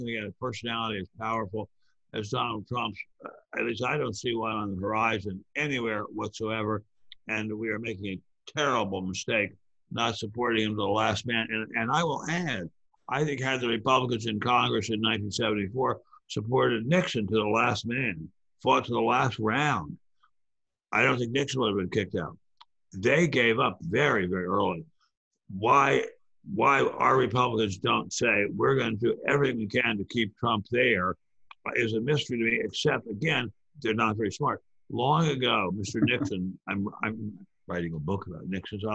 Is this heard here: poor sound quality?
no